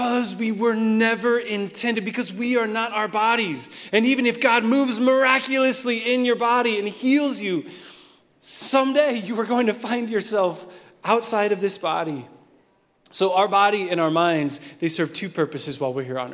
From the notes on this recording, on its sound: Recorded at Hope Church in Springfield, MO.